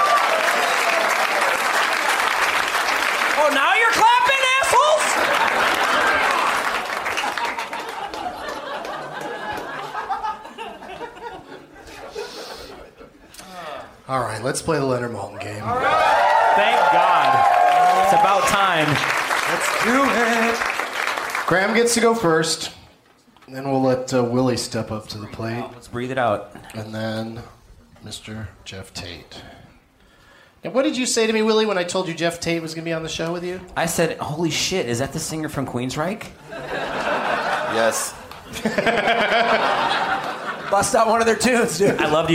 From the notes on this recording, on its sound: Live from the Comedy Club on State in Madison, WI